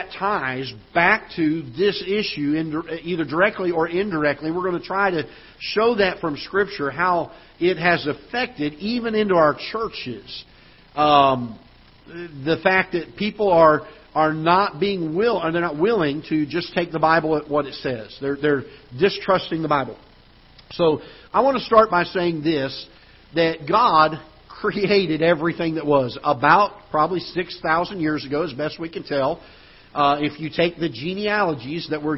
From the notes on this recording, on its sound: Ketha Heights Baptist Church ~ Live Broadcast.